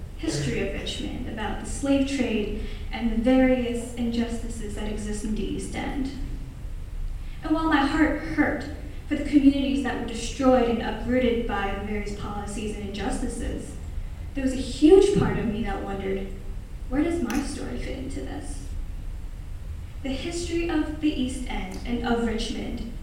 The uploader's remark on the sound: Presented this talk at the Q Union Conference on November 8th, 2018. This event was a collaborative event between lots of campus ministries at W&M.